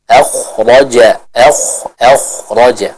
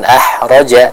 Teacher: pada huruf kho dijelaskan pengucapannya dari tenggorokan bagian atas. · Shown in: first take · Akhraja, akhraja, bukan ahraja, tapi akhraja.